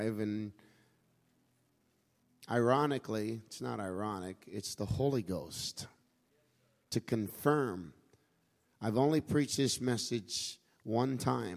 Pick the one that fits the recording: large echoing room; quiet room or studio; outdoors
large echoing room